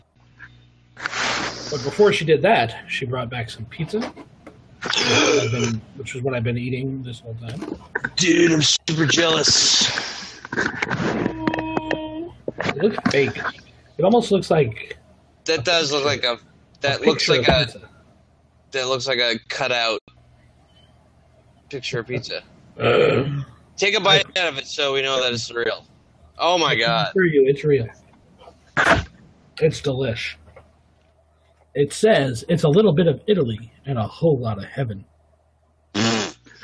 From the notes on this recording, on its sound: Apologies in advance for the quality!